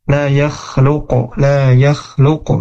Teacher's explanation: Terus huruf qalqalahnya, huruf qaf dijelaskan lagi gitu ya.